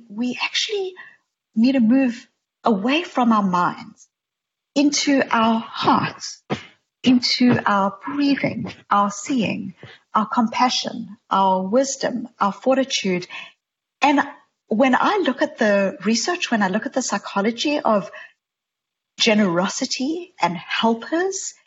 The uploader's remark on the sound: This virtual conversation is part of the TED Connects series